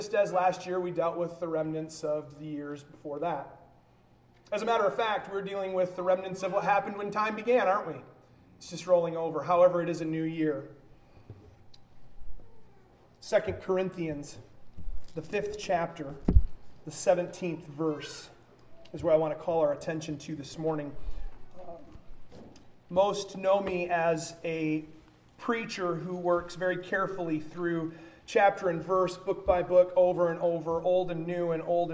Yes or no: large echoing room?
yes